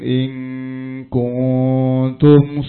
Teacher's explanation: In kuntum di dibaca, ditahan dikit, samar-samar, didengungkan dikit.